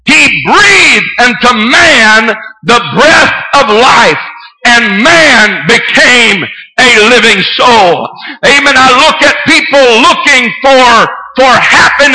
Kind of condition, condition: setting, large echoing room